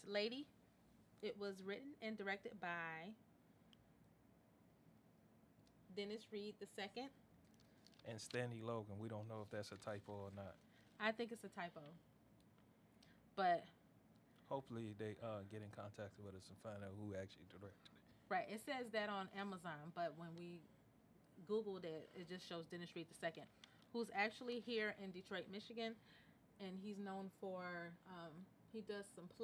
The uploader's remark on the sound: And, oh, the audio is low.